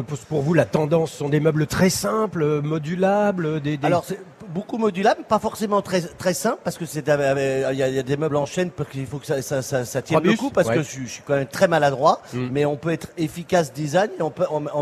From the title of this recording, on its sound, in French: en direct de la Foire de Paris